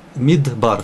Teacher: Под далит мидбар, все, д и все, мидбар бар. Как бы два слога, совершенно разные. Это шва, которая вообще не слышно. Давается шва нах, мид, бар.